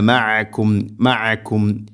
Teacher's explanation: തൊണ്ടയുടെ മധ്യഭാഗമാണ് ഐനിൻ്റെ മഖ്റജ്.